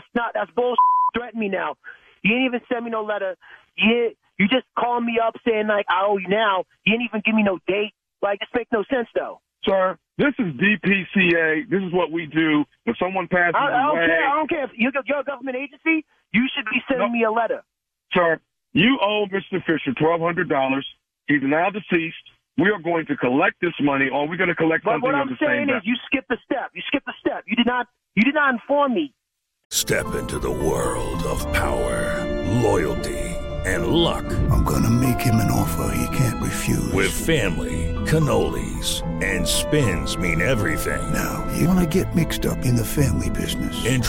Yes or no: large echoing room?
no